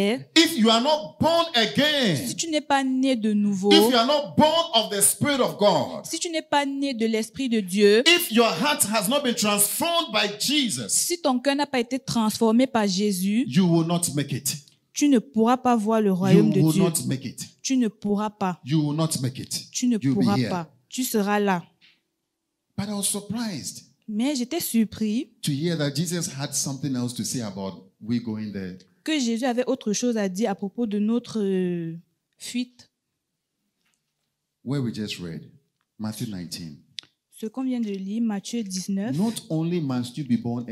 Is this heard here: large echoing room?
yes